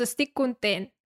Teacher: La consonant final és sorda.